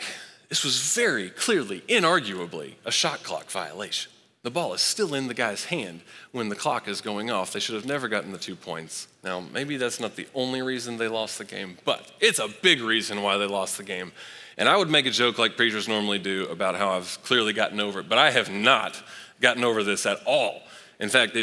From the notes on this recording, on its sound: Recorded live at Long Hollow Church on March 7, 2023.